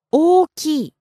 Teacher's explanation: It's not one O, it's not oki. It's O-O-K-I. And plus, the intonation goes up.For the second O. · Term: two O's